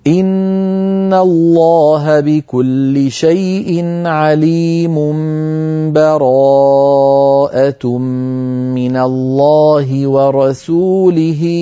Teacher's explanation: الوجه الثالث أيها الإخوة الوصل، وهو أن لا يقف القارئ على آخر سورة الأنفال بل يصل آخر الأنفال بأول التوبة بنفس واحد